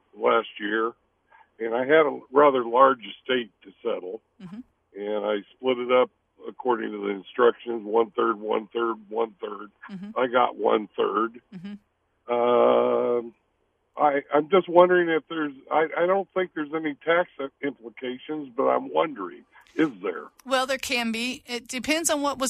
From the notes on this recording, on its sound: Yes, we are live today, the last Saturday before Christmas. Let's go to the phones. All right, we are here live in the studio.